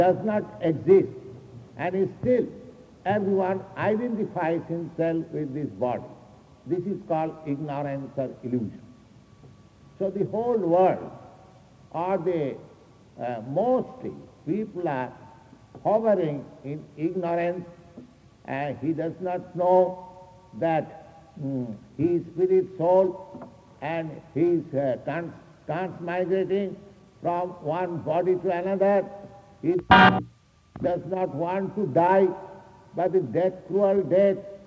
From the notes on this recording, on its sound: An engagement lecture given at Boston College. Engagement Lecture at Boston College. Boston, MA.